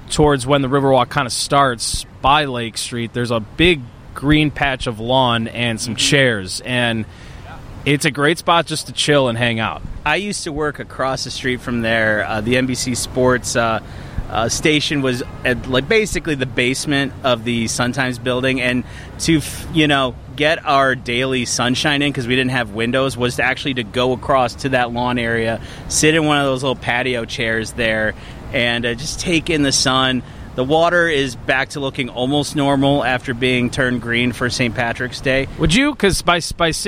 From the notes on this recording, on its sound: It was too nice outside to not record a podcast on the Chicago Riverwalk. Found a spot in the shade. Enjoy the natural sound along the river.